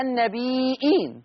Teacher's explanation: لفظ النبيين فيقرأ ورش بإثبات الهمز، مثل النبيين تقرأ النبيين، فيترتب على ذلك إشباع الياء أي إشباع المد المتصل، وثلاثة البدل هكذا النبي، هذه ياء مشبعة مد متصل، إين مد بدل، فيه التثليث، فيه القصر، وفيه التوسط، وفيه الإشباع.